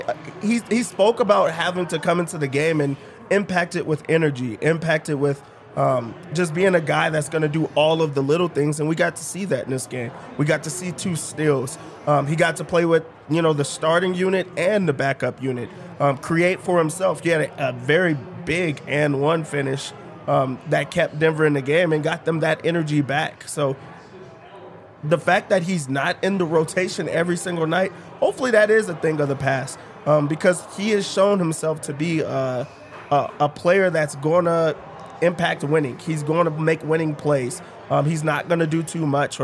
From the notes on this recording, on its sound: come to you LIVE from the DNVR Bar